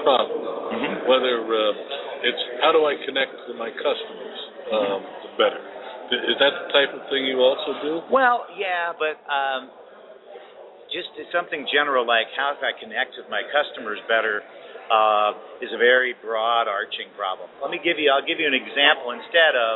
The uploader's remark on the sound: Live From The SMB Cloud Expo.